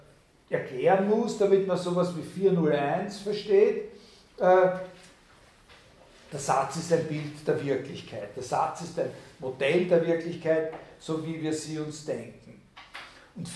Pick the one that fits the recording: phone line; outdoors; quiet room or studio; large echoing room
large echoing room